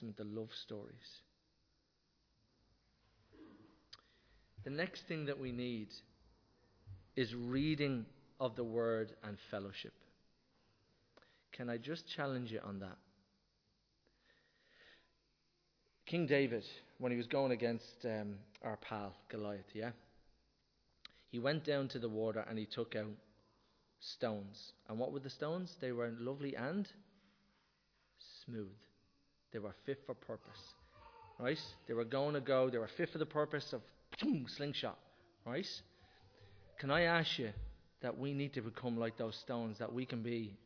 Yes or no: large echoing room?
yes